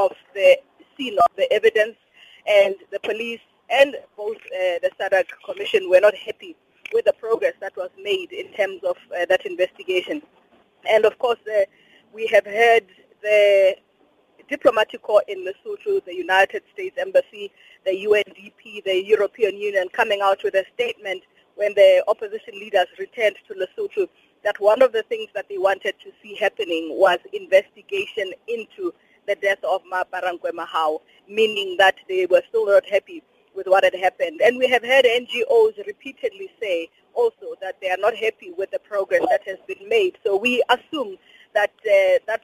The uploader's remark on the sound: we are joined on the line